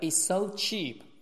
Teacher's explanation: is 有个 s，so 也有个 s，这里面只读一个